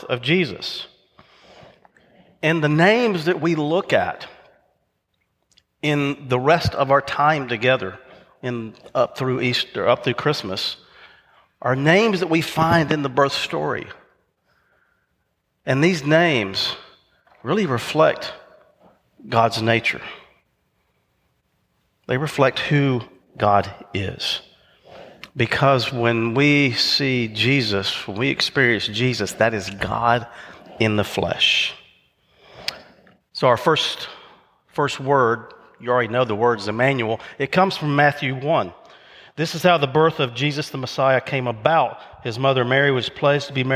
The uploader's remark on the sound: recorded live at Covenant